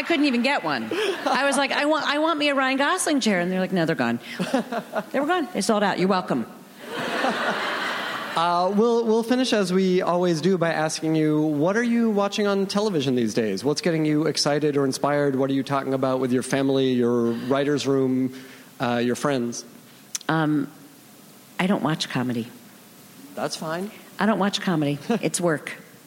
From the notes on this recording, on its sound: Recorded June 5, 2015 at ATX Television Festival.